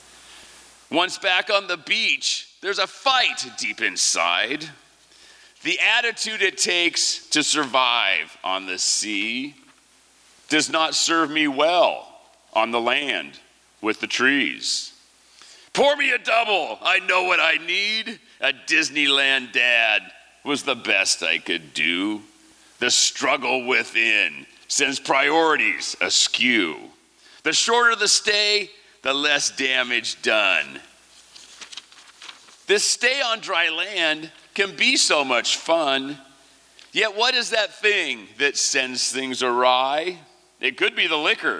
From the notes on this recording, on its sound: 2023 FPG-Liberty Theatre-Saturday Night-First Set. These performances were recorded at the Liberty Theatre on Saturday, February 25th, 2023.